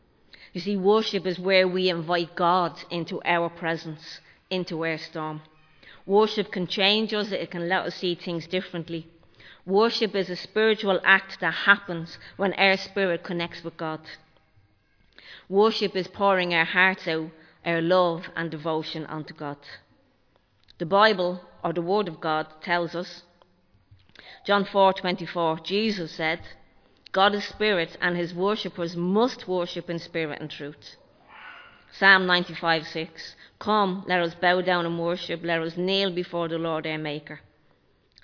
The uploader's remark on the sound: Recorded live in Liberty Church on 5 February 2023